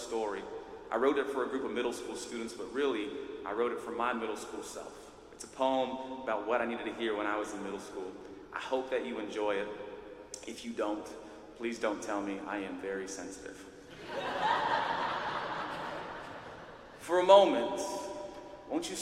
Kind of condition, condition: setting, live audience